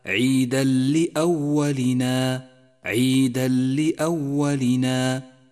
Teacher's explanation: لاحظ حكم الإدغام بلا غنة عند قوله تعالى عيدا لأولنا، عيدا لأولنا، جاء التنوين وبعده حرف اللام وهو حرف إدغام بلا غنة، والواجب هنا أن يسقط التنوين من اللفظ تماما وأن يشدد حرف اللام الذي بعده